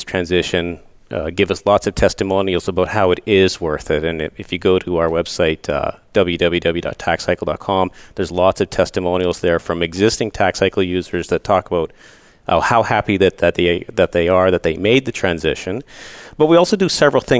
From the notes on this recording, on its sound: Live Broadcast at the The IPBC IGNITE Conference.